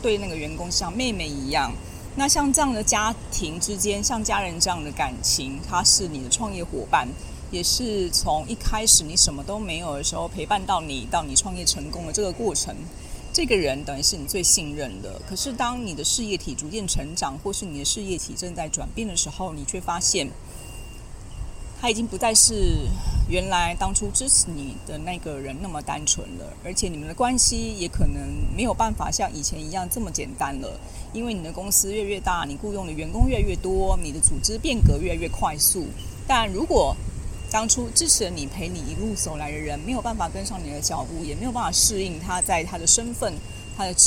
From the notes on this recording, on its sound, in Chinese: 這一次，我選擇從臺中火車站走到臺南火車站大概152公里這樣的距離。因為我已經累得不想拿出行李翻出麥克風來錄音，所以直接就拿著手機邊走邊錄，你可以聽到旁邊有很多雜音，這些雜音可能包含了火車的聲音、馬路碎石子的聲音、還有鳥叫的聲音、甚至是旁邊有汽機車騎過還有天上飛過飛機的聲音。